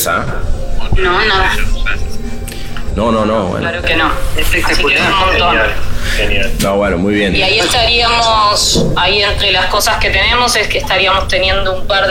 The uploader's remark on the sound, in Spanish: Clubhouse Cannes Lions. En nuestro podcast-bar.